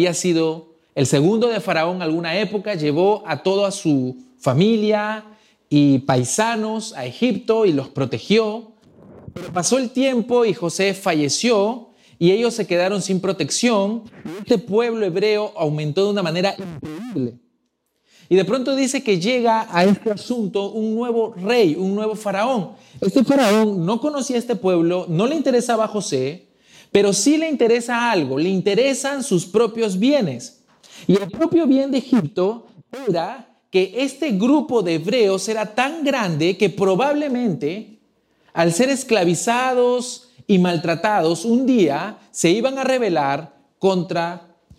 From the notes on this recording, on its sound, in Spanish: Presentado en vivo el domingo 05 de junio de 2022. Saenz Peña 107 Barranco.